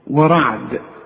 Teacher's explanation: الراء ما دام مفتوحة مفخمة، لكن الواو مرققة